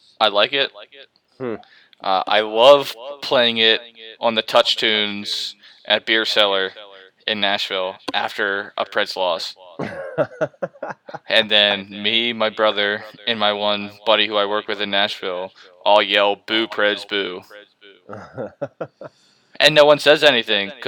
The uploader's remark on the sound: We also understand if the audio has a little echo in it we are working on getting microphones.